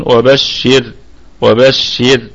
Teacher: في حالة الوصل الراء مرققة ونقف عليها أيضا بوجه واحد بالسكون